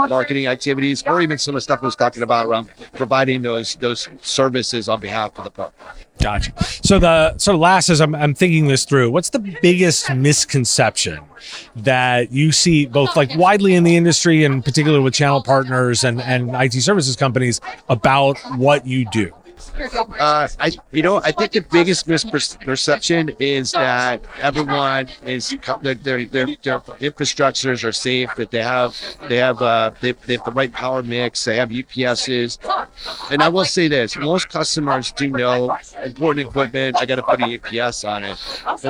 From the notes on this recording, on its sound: Recorded at IT Nation Connect 2023.